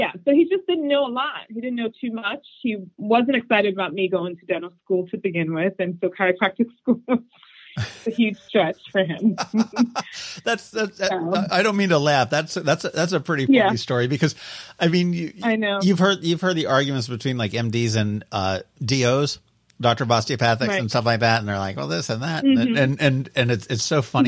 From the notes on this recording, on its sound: joins us on the phone today